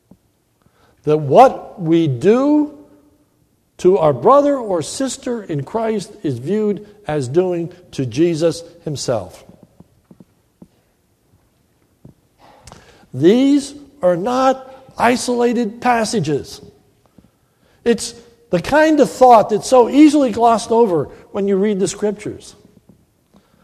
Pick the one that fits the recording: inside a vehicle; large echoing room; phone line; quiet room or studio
large echoing room